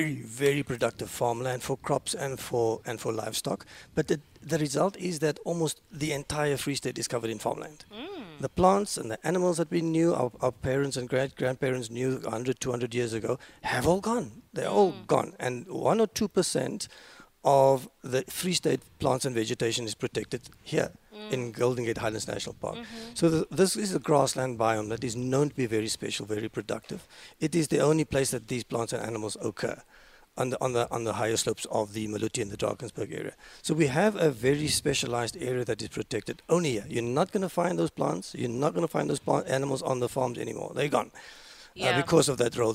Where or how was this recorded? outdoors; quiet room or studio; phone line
outdoors